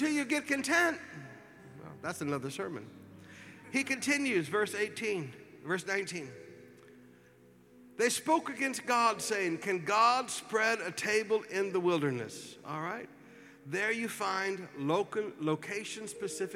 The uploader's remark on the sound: Preached at the Qodesh.